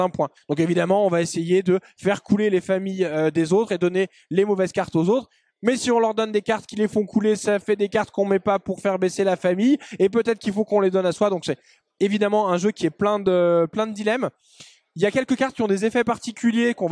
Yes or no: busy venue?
yes